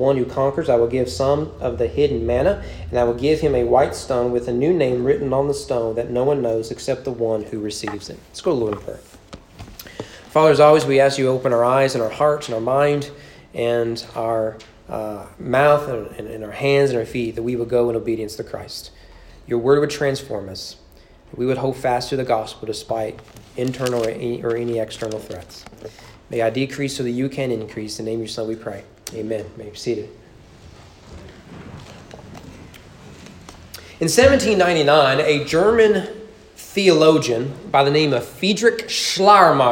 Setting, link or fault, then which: setting, large echoing room